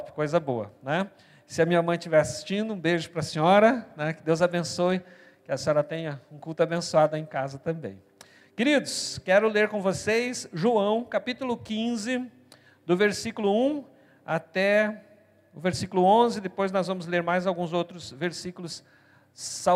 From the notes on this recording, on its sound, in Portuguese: na Igreja ABA Curitiba (Transmitido ao vivo)